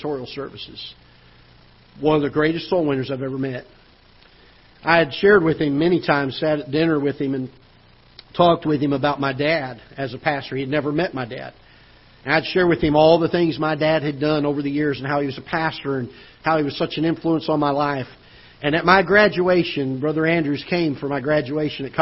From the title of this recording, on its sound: Ketha Heights Baptist Church ~ Live Broadcast